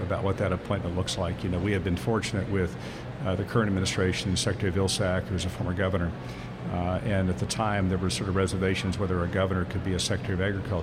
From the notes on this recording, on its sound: Smart Talk live from 2017 Farm Show! Smart Talk makes our annual visit to the Pennsylvania State Farm Show for a live broadcast Tuesday.